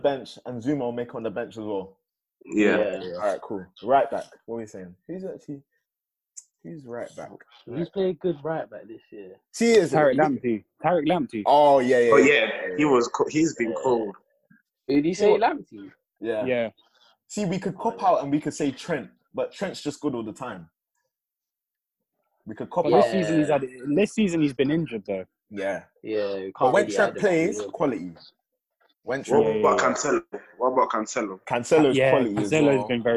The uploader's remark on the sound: Today I got together with some of my friends. AUDIO WAS RECORDED OVER ZOOM, PLEASE EXCUSE ANY AUDIO HITCHES.